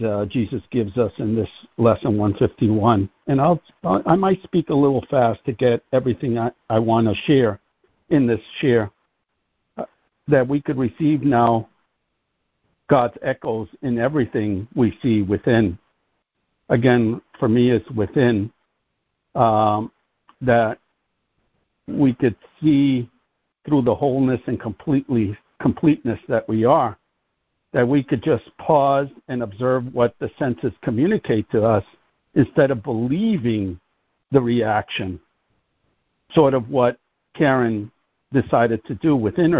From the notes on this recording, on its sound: ACIM Daily Conference Call.